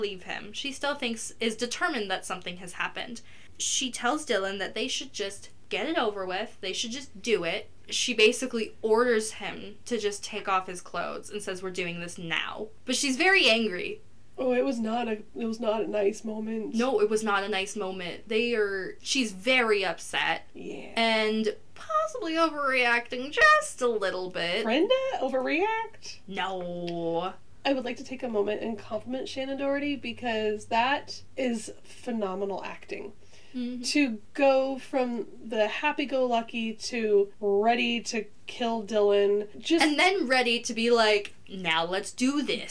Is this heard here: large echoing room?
no